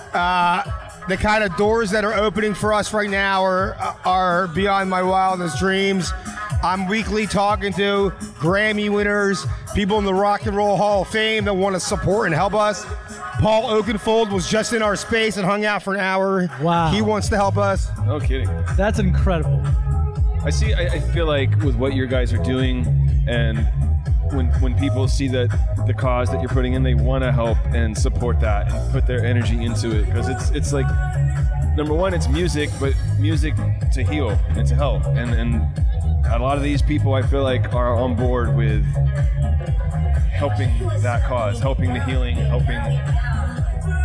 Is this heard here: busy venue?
yes